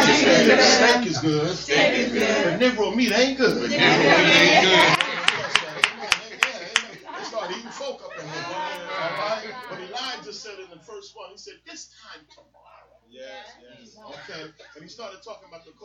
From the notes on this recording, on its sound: live from the Comfort Suites Hotel in North Brunswick, New Jersey